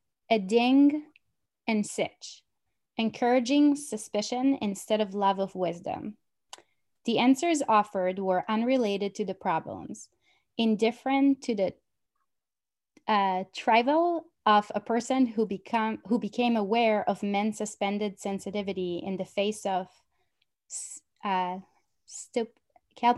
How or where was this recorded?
video call